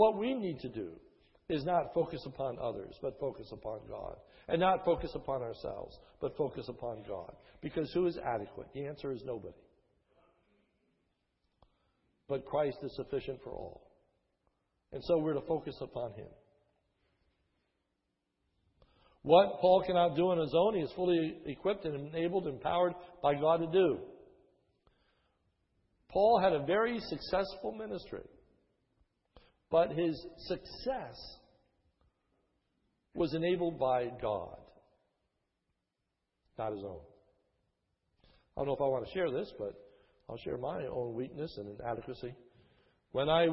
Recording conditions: large echoing room